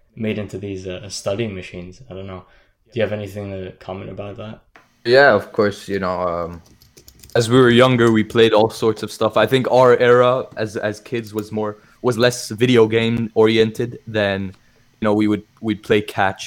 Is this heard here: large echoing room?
no